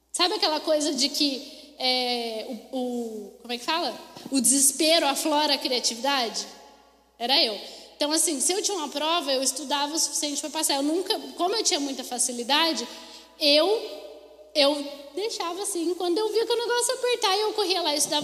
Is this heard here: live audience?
yes